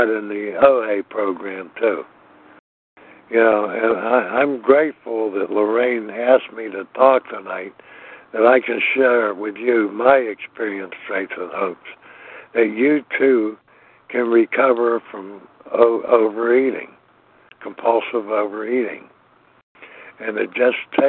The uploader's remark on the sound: from the 100 Pounders Phone Meeting, 6/18/23.